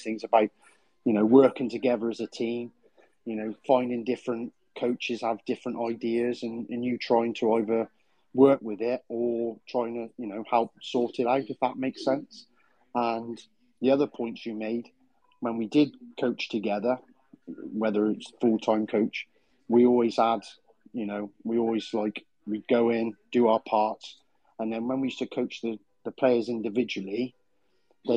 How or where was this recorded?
video call